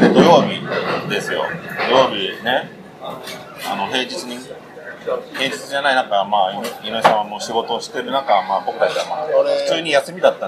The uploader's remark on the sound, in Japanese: 今回は立ち呑みいろはからライブ直後の録音です。